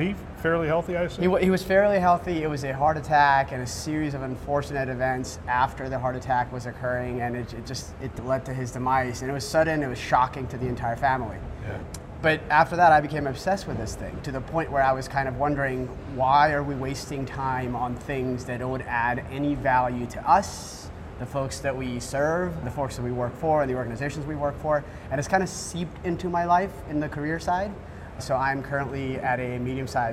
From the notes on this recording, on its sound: Interview in Action live from CHIME’s Fall Forum.